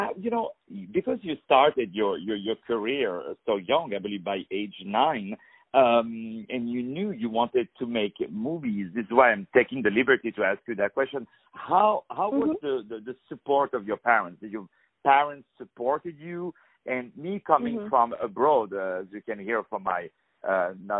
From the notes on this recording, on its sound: On the phone